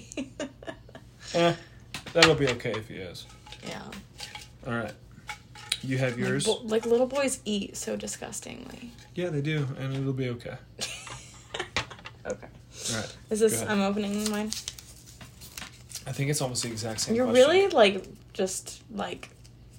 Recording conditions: sounds in the background